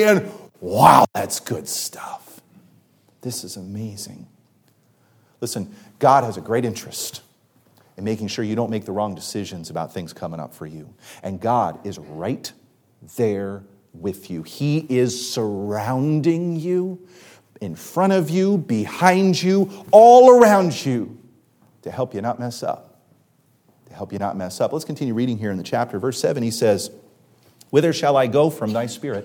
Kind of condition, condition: setting, large echoing room